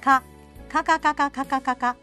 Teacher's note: 舌の奥を上あごの奥につけるように